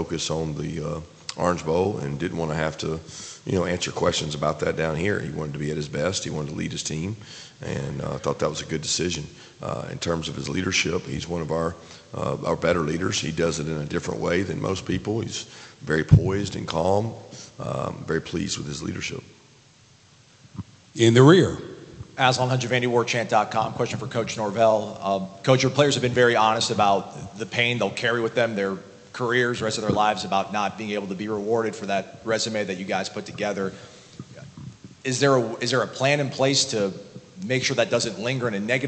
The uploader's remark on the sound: Orange Bowl coaches press conference. Orange Bowl press conference.